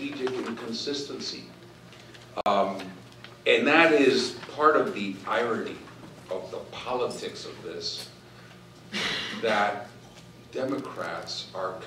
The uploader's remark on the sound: WASHINGTON, D.C. In a Keynote Address to a legislative symposium hosted by The Ripon Society. Addresses The Ripon Society's 4th Annual Symposium On Leadership.